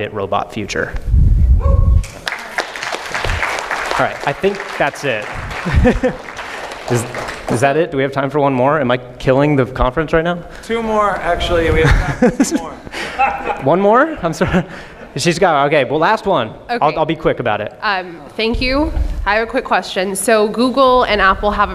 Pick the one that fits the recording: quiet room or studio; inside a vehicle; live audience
live audience